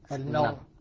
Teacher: القضية الأولى، المرء هنا الهمزة مكسورة لا إشمام فيها، متفق عليها، فيها سكون محض وفيها روم. لكن عند السكون المحض الراء مفخمة